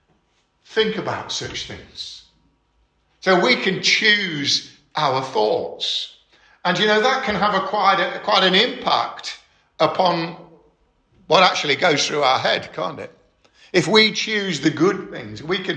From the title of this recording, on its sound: 13 February 2022 - Estuary Elim Church Rayleigh Morning Service